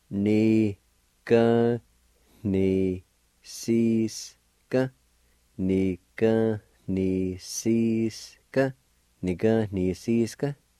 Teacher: right before the N-I, in the middle of the word, there's a faint H sound